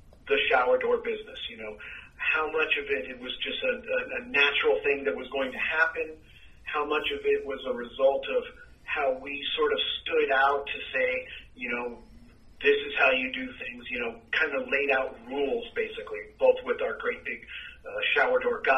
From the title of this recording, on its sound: Phone Interview